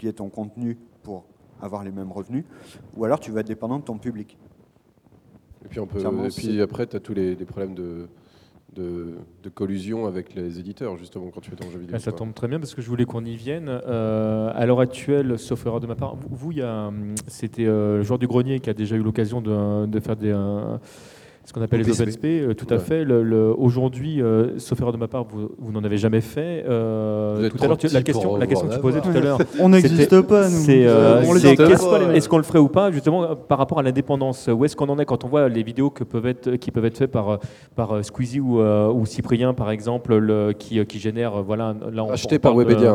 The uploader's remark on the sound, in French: L'émission à été enregistrée lors du 1er Forum du Jeu Vidéo de Livry-Gargan le 30 janvier 2016.